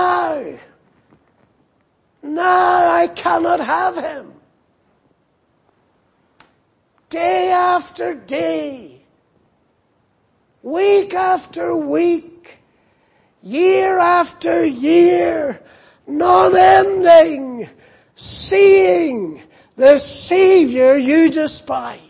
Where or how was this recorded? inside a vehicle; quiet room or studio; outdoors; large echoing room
large echoing room